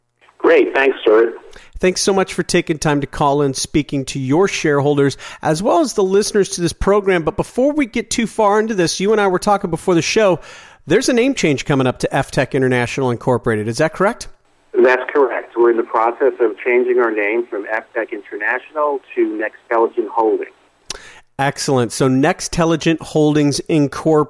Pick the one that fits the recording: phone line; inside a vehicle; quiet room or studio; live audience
phone line